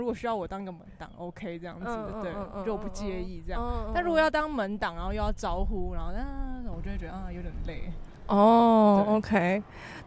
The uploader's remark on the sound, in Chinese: 本集在有風的天臺錄製，會有飛機起降的聲音哦